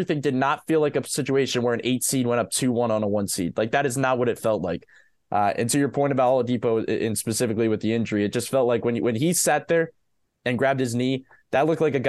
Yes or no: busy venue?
no